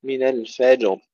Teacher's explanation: قلقلة الجيم ثم تسكين الراء وإظهارها وتفخيمها